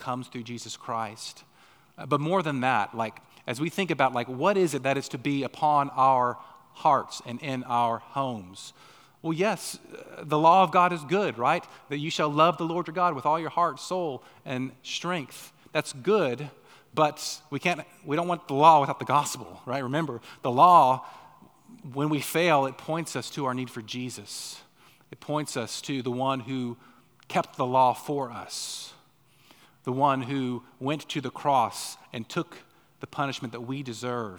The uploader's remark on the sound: on the morning of January 14, 2024, at Chaffee Crossing Baptist Church in Barling, AR.